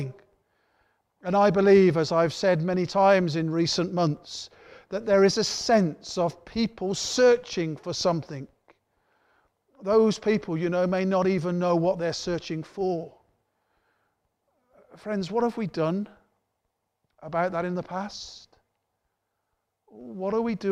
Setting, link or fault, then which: setting, large echoing room